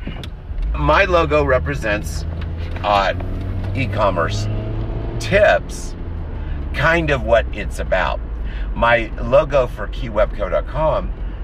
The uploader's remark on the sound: in the car